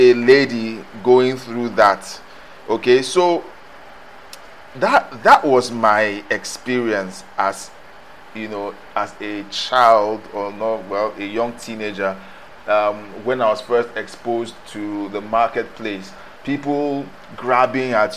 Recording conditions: background noise